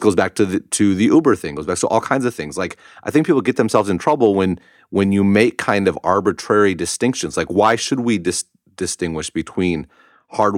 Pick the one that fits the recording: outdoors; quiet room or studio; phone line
quiet room or studio